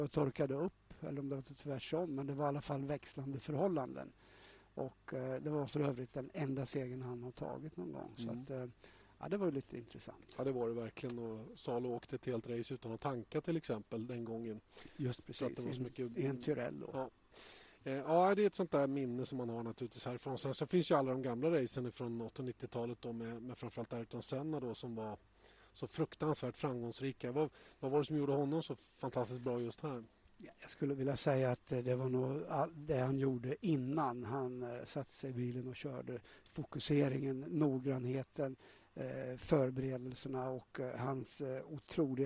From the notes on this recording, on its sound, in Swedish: Den här veckans podcast är inget mindre än en fullfjädrad F1-podcast som är inspelad direkt från kommentatorshytten i Monaco.